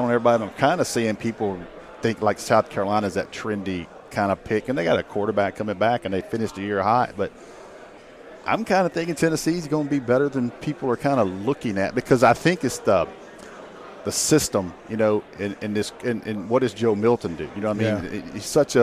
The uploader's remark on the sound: joined us live from 2023 SEC Media Days!